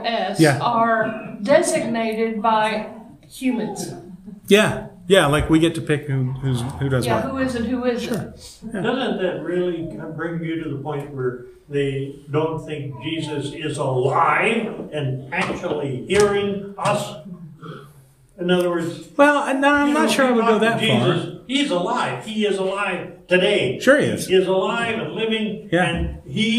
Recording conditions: large echoing room